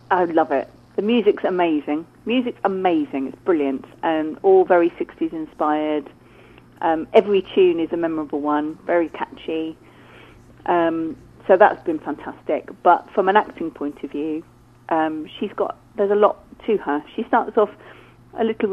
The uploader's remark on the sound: joined on the phone